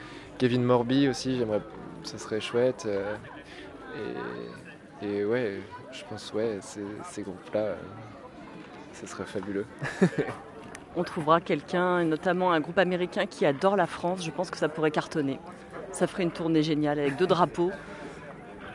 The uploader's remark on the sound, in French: Juste avant son passage sur scène au jeudi du Port de Brest du 10 août 2023.